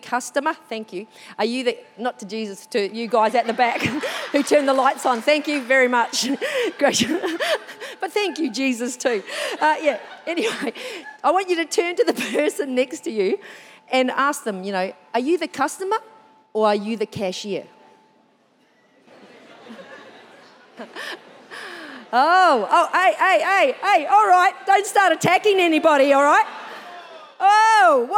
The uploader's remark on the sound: This was recorded during our 9am service on the 6th of November 2022